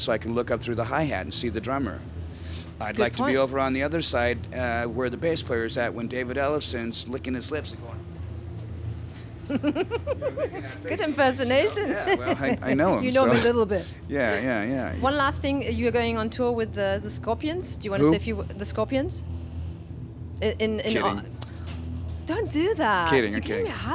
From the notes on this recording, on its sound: At Wacken Open Air 2017 I got a chance to chat